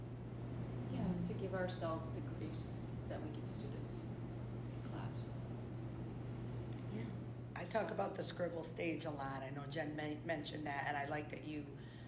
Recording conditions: busy venue